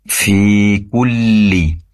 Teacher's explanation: pastikan lam yang bertasydid di tahan atau durasi penempelan lidah depan ke langit-langit lebih lama karena bertasydid lamnya. Fi kulli, kemudian ummah, di situ gunnah mim bertasydid, maksimalkan dengungnya.